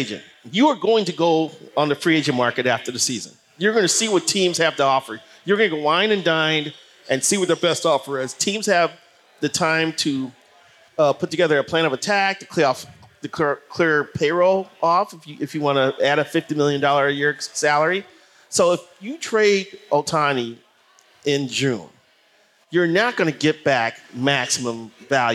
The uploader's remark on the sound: Live from Gluek’s.